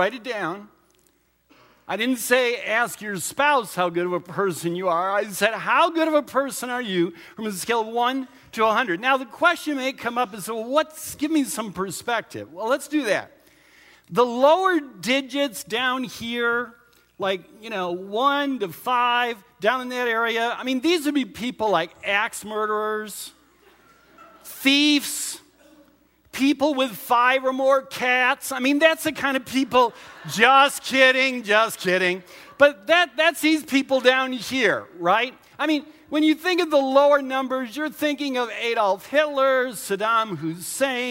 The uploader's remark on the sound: Recorded at Central: A Christ-Centered Church, Ewing, NJ.